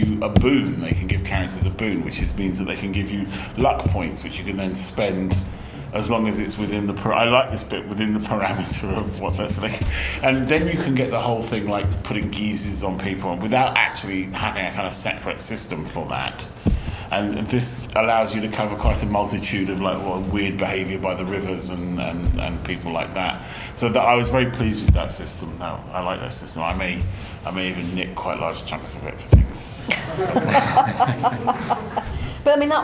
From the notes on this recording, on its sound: Special: Rivers of London Panel at Dragonmeet 2021.